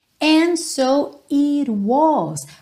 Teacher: esse it was, que ficou com rarará no T